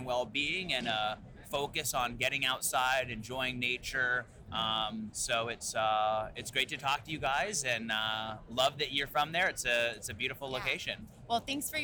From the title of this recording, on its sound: Live from CES